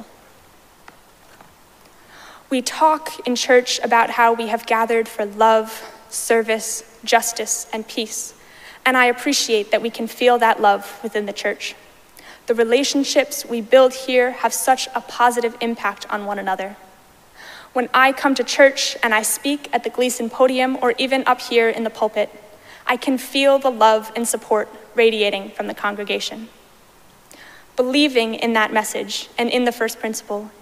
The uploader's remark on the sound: Recorded live at Arlington Street Church.